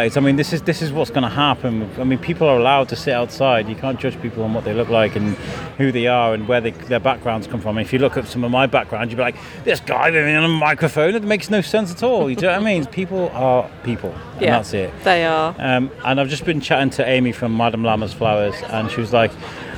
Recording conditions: busy venue